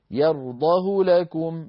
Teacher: فيقال مثلا قرأ حفص يرضاه لكم باختلاس هاء الضمير، أي بضمة كاملة لكن من غير إشباع لها، فلا يتولد منها حينئذ مد صلة